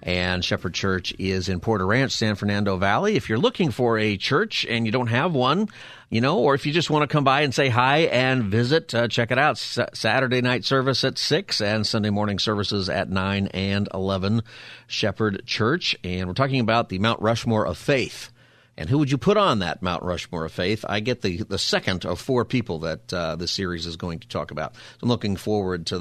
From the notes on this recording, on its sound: Open Phone Friday. Takes listeners calls on any topic.